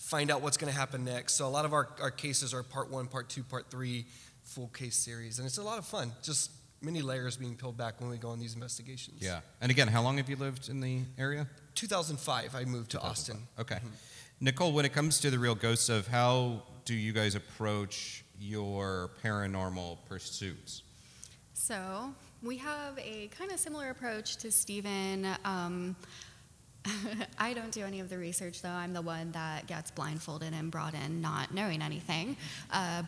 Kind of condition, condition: setting, live audience